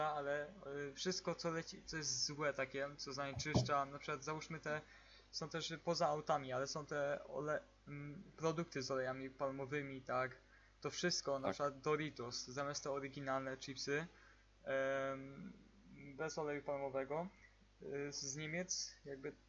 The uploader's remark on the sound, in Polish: Ze względu na to, że jest to nasz pierwszy podcast, przepraszamy za różne problemy z dźwiękiem.